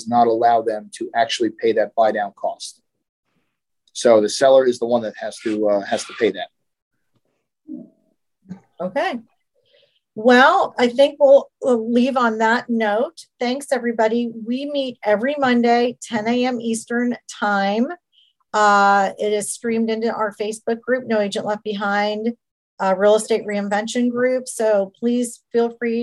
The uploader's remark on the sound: in this weeks Zoom call!